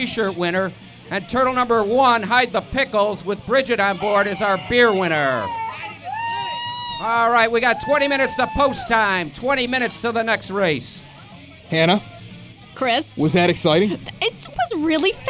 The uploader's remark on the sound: record an impromptu episode with a live crowd and turtle races at The Red Palm in Evergreen Park